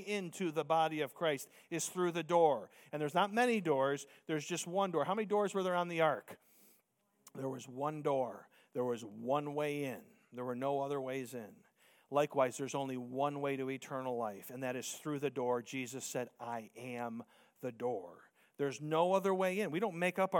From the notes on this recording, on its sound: Preached Sunday Morning